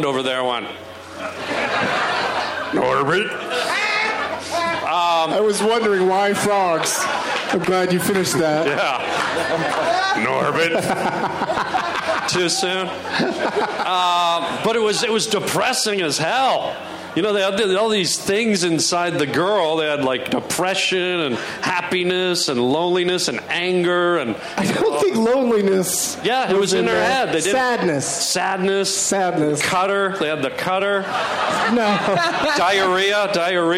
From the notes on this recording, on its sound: Live from the Pemberton Music Festival in Pemberton, BC.